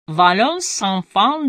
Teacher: Оба слова произносятся одним потоком, как единое, и в нем сухое мужское «с» преображается во влажный звонкий согласный «з» · Term: связи, соединения